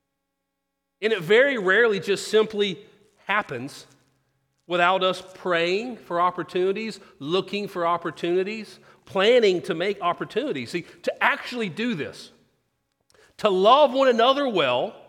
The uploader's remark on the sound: Sermon. Christ Presbyterian Church in Houston, TX.